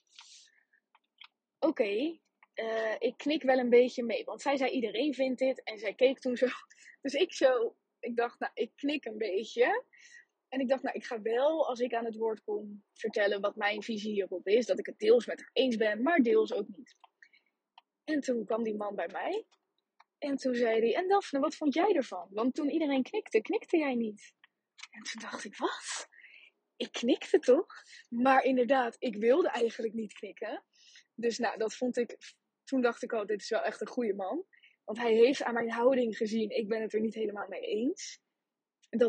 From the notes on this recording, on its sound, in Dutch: Jammer genoeg is de kwaliteit van deze opname ver-schrik-ke-lijk